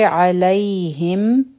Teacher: عین به د حلق نه وایو